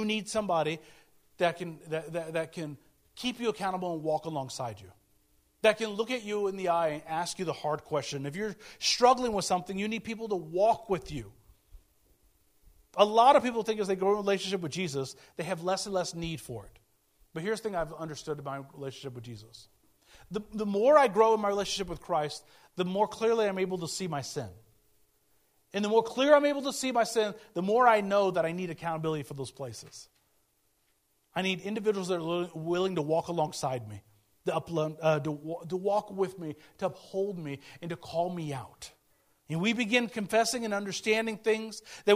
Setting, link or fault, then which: setting, large echoing room